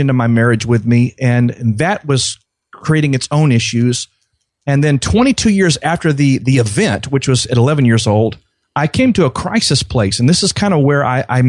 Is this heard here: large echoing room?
no